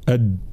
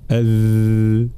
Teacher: ثم الذال هذه بدأ تتميز عن الدال بالرخاوة أي جريان الصوت، الدال شديدة أد بينما الذال رخوة أذ، فهنا لابد من بيان رخاوة وجهر حرف الذال.